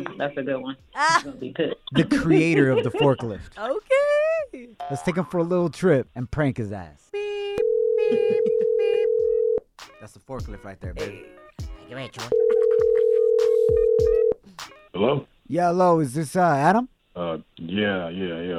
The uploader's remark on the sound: We opened up the phone lines.